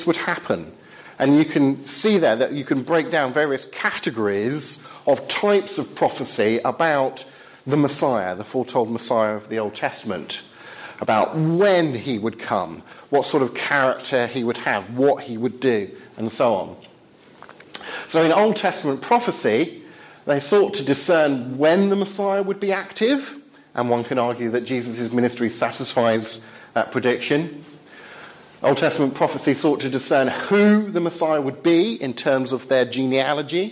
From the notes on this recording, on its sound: Talk with Q&A from Highfield Church Southampton